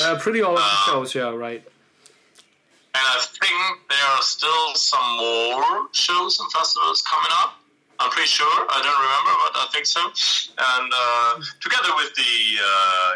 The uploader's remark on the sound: Having a little rendezvous via phone. Minor technical difficulties for the first minutes (Crackling).